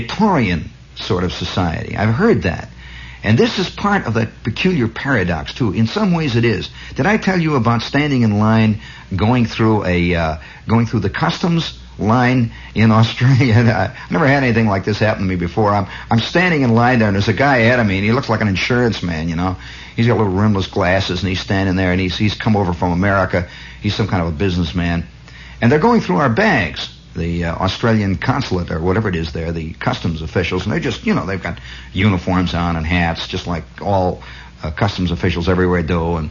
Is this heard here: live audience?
no